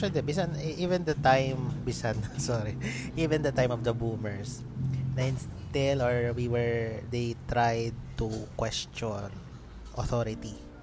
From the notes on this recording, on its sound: We hope you like the coffee shop noise in the background.